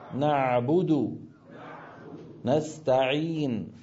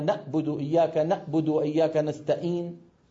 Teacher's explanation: العين مجراها ضيق بسبب رجوع لسان المزمار أكثر · Shown in: first take · فصحيح أن الحاء والعين كلتيهما من وسط الحلق، لكن في بينهم اختلاف.